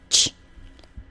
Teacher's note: The final part of the CH sound, CH, is basically an SH sound. Sh. The final part of the J sound, j, is like a ZH sound. · Term: affricate